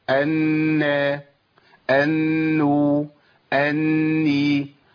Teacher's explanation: الغنه في النون، اول ما اخرج من النون واخش على الحركه خلاص ما فيش عندي غنه